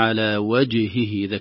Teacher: وجهه أهدى. كلمة وجهه سيعترضون فيها حكمان: الحكم الأول قلقلة الجيم، الجيم حرف من الحروف الشديدة ينحبس الصوت عند النطق بها، فنقول على وجهه، إذا كانت ساكنة لابد أن تظهر القلقلة